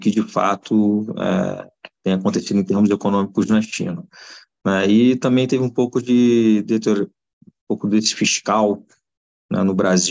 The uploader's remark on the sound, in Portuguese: Novamente, realizamos a conferência pelo zoom com transmissão simultânea pelo YouTube.